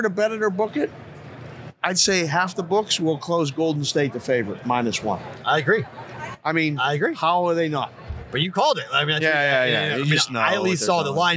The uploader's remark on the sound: Live on RADIO ROW for the Super Bowl in LA. The show from Los Angeles!